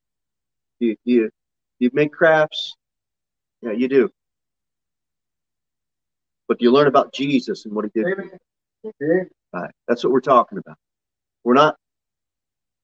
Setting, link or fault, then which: setting, large echoing room